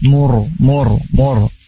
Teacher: ada ro sukun sebelumnya dhammah, maka ro-nya itu harus dibaca tafkhim tebal.